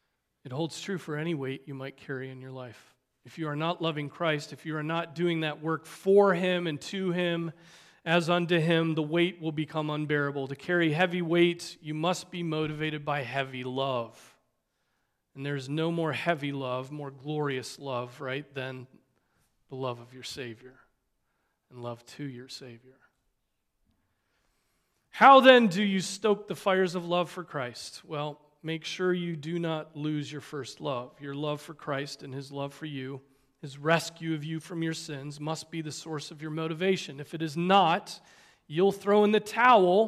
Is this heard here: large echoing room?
yes